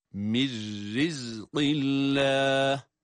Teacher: Cezimli nun kendisinden sonra ra gelirse ona idgam edilirdi. İdgam edilince de ra harfi şeddeli gibi okunur. Ve aynı zamanda ra'nın esrisi sebebiyle de ra harfi ince okunur.